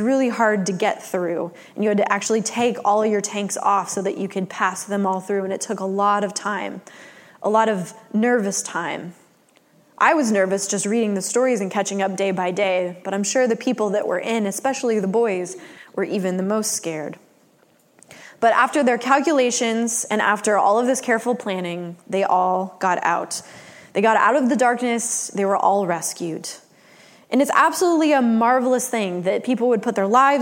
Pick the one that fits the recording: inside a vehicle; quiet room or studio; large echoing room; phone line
large echoing room